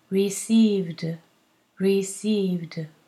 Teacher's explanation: V is a voiced consonant. So we need a D for the ED.